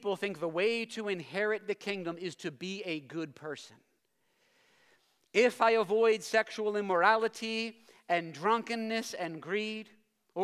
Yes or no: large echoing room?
yes